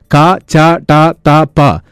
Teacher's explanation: തൊണ്ടയിൽ കമ്പനമില്ലാതെയും സാധാരണ രീതിയിൽ, അതായത് കൂടുതൽ വായു പുറന്തള്ളാതെ ഉച്ചരിക്കുന്ന ശബ്ദങ്ങളാണ്